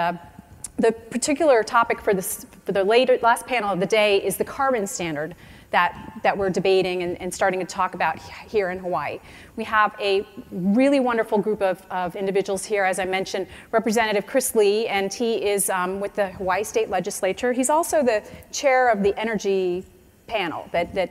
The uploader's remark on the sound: The best of live interviews from GreenBiz events.